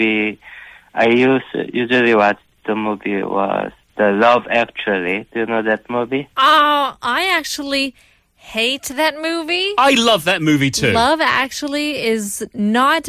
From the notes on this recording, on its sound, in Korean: 청취자 전화연결